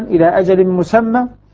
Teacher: المذهب الأول الوقف عليها بتفخيم الألف أي فتحها